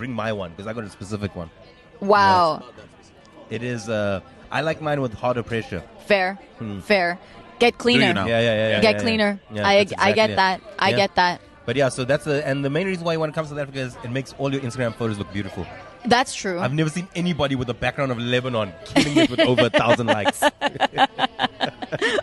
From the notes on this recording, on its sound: Here is the second part of the recording at One Life Cafe in Dubai.